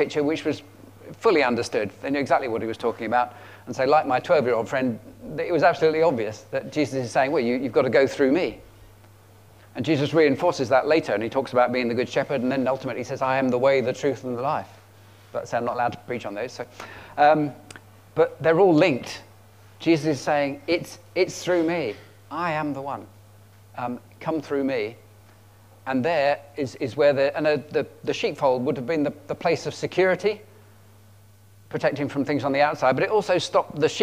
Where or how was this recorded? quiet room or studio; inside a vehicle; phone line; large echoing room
large echoing room